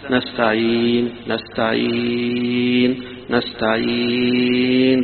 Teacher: فتقف بالسكون وتمد حركتين أو أربع حركات أو ستة، نستعين نستعين نستعين، ست حركات. وهنا لكونها مضمومة لك فيها · Term: مد العارض للسكون